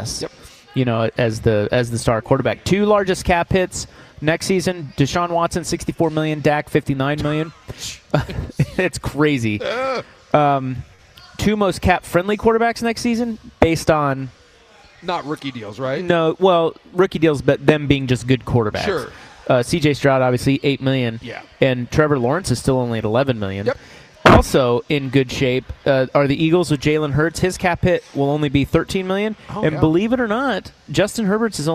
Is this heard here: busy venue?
yes